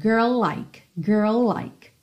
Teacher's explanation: o girl já é seguido pelo like, que também começa em L, então você já junta tudo